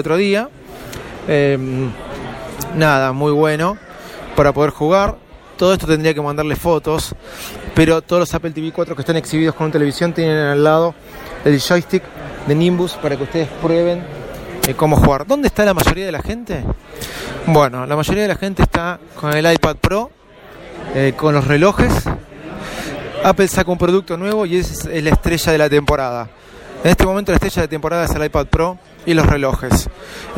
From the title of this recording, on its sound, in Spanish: DESDE APPLE STORE EN VIVO